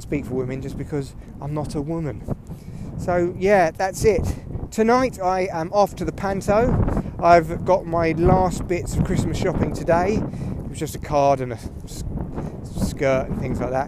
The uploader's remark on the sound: Yes it’s very windy but it’s an adventure in audio.